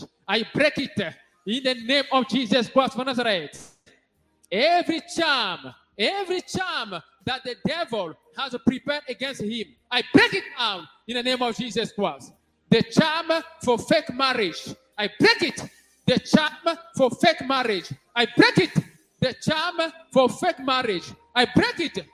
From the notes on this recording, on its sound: SUNDAY LIVE SERVICE